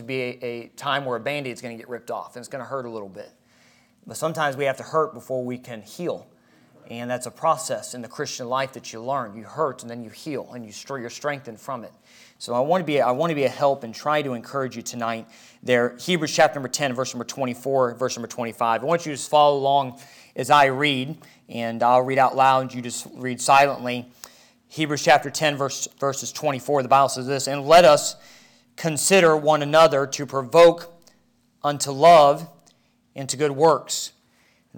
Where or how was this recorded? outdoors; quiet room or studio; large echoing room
large echoing room